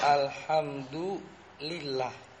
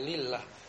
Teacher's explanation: lafadz Allah apabila huruf sebelumnya berharokat kasroh maka dibaca tarqiq atau tipis. Contohnya alhamdulillah, kalau ada lillah.